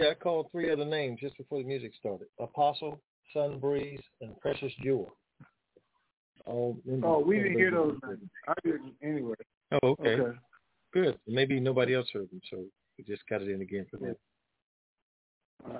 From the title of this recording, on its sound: TNTSuperfantastic Conference Call